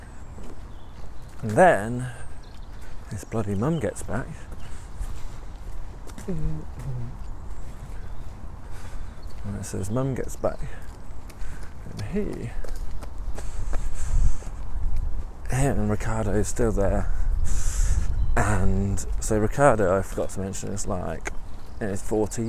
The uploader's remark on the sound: Every week for a year, I am going to head out on a walk, and I'll record the nonsense from that walk. The whole walk, the ambience, the thinking, the overthinking, the distractions, the tangents, the burps, will all be in there.